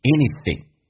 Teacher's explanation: Anything 这个单词是后鼻音，在口语化当中很多人比较的懒一点点，喜欢 save theirenergy，比较省力，所以他会说成前鼻音 anything